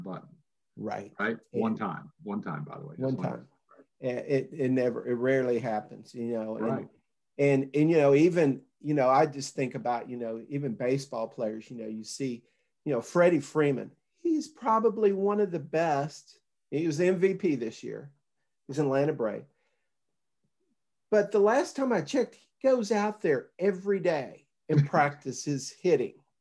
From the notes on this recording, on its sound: Zoom video interview